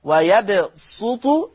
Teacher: أما ورش عن نافع فيقرأ ويبسط يقرأها بالصاد الخالصة